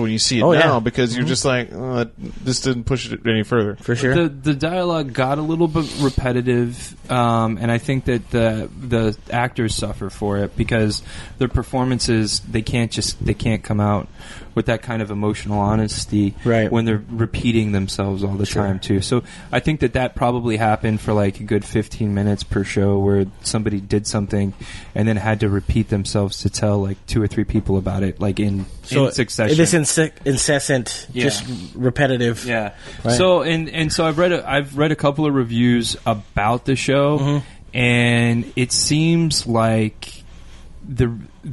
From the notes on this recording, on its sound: All this recorded live at Maui Comics & Collectibles.